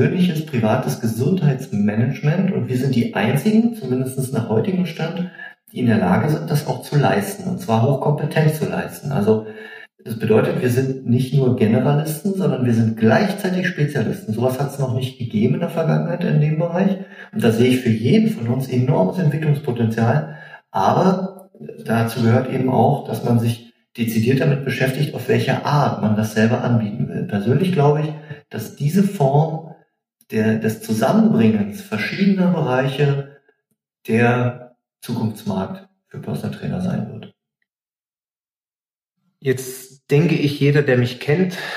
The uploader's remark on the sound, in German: Bitte entschuldige die Tonqualität im heutigen Podcast. Ich konnte das Interview leider nicht in der gewohnten Umgebung durchführen.